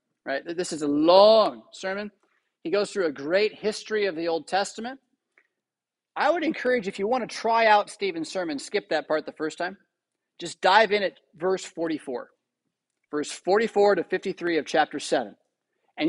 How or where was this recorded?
large echoing room